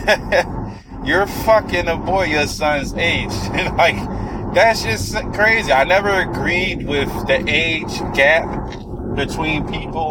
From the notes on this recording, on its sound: I was driving while recording.